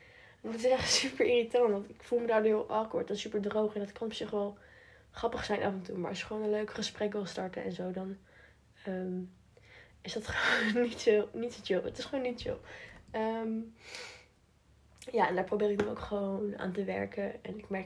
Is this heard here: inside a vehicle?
no